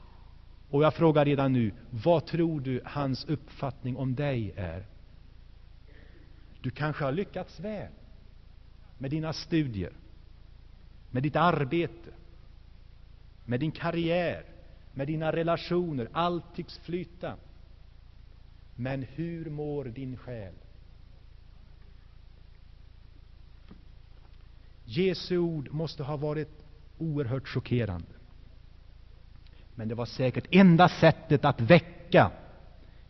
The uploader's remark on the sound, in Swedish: Inspelad i Saronkyrkan, G&#246;teborg 1985-01-20.